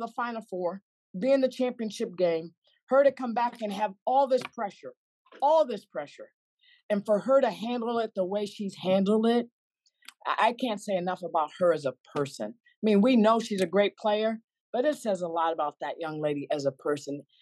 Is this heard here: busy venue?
no